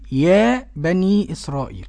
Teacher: طبعا يا بني ده لجميع القراء مد الطبيعي حركتين، المد المنفصل هنا بقى قرأه بالمد الطويل أي 6 حركات، ولا يزاد المد عن 6 حركات. · Term: المد الطبيعي